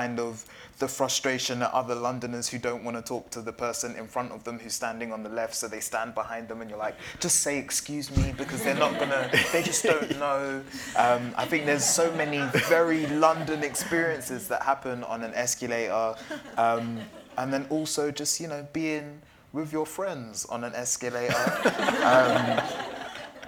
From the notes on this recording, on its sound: Special recording taken in front of a live audience at the London Podcast Festival. In this live episode, recorded in Kings Cross, it felt fitting to focus our conversation on London town.